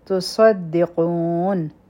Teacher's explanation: صاد چې دی پری کې د سیټی آواز وی او دا غټ حرف دی او دا مجعارض دی سکون دی.